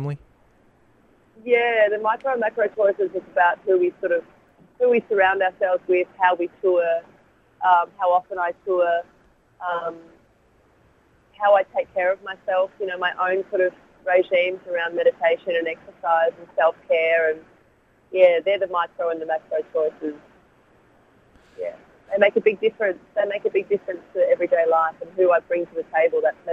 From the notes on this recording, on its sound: by phone